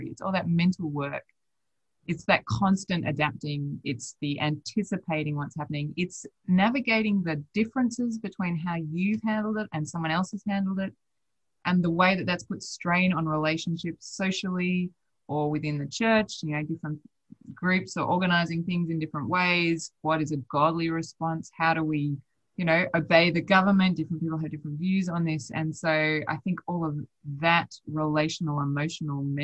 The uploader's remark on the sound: Chats via Zoom.